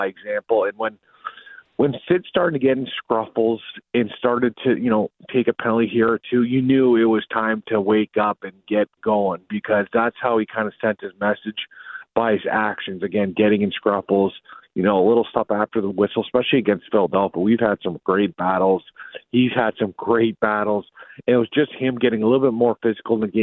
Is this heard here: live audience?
no